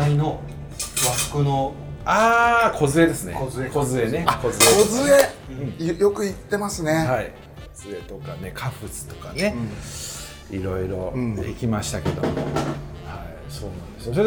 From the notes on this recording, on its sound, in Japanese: 曙橋の 【神戸ごはん 田中屋】 にて収録です。